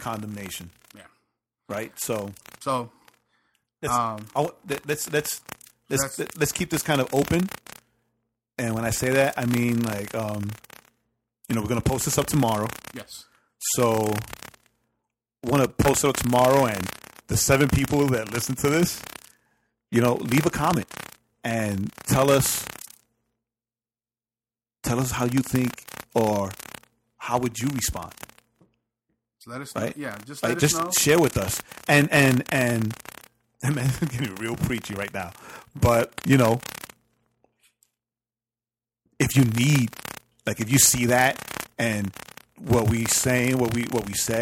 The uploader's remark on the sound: The 3rd podcast coming from somewhere in Marietta, GA. Sorry about he crackle we used new mics and are figuring it out...